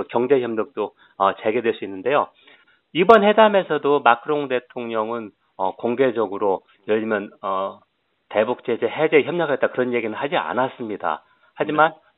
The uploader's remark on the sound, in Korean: 대구 MBC 여론현장 전화연결.